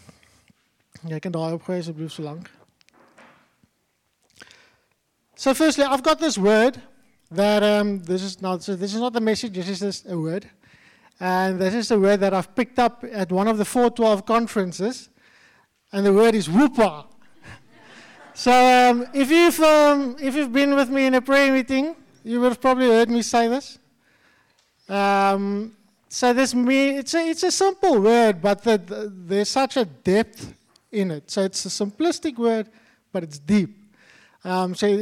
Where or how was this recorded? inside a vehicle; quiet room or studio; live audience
live audience